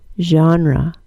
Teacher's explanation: the vowel of the first syllable is a short O, and the word ends in schwa. · The word genre is interesting because it's the only word in English that begins with a Z-H sound